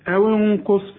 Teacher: الغنة هنا مفخمة علشان القاف